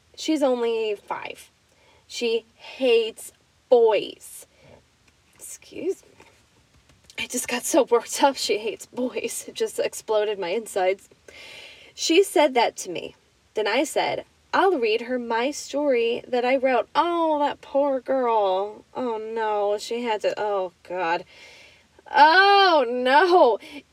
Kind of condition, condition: setting, inside a vehicle